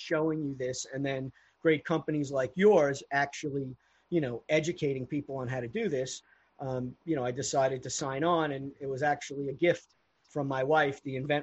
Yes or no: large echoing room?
no